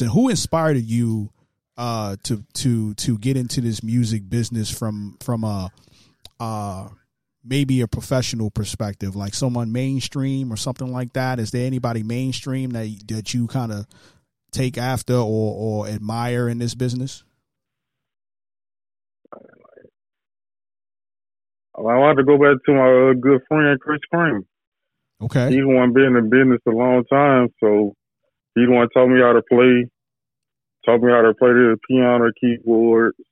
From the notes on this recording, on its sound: Gets on the phone. This time we did it live on Power 107.6 The Truth.